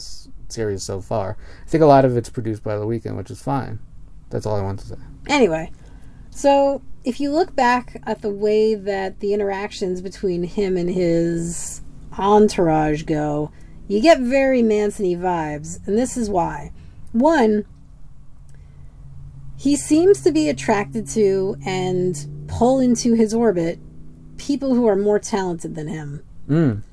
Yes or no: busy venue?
no